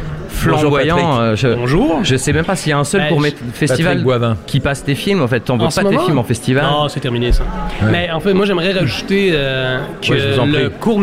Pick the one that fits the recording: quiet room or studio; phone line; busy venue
busy venue